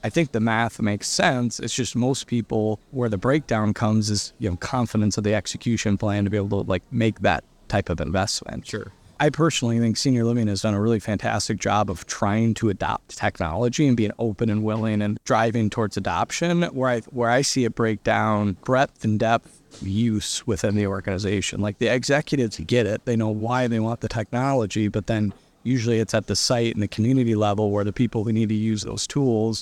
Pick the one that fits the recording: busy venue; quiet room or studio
busy venue